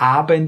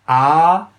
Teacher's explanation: Wo befindet sich die Zunge bei A? ganz am Boden, ganz tief.